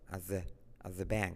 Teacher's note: La T de at no se pronuncia.